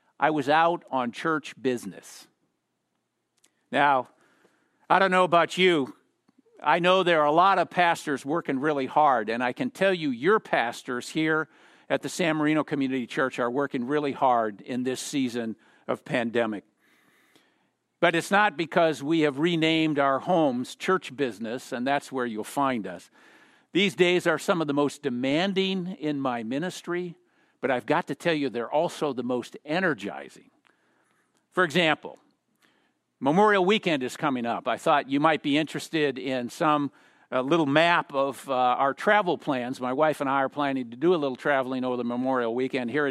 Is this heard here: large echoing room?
yes